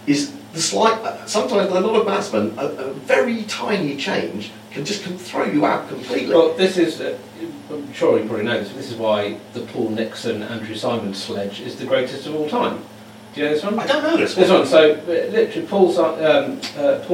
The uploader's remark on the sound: Live from the echo chamber! Literally - sorry for the less than optimal sound quality.